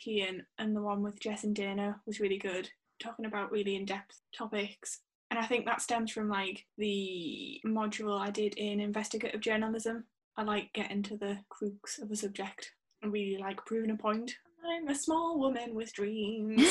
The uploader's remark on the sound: Northern Natter is recorded via Zoom from Scotland and Northern England.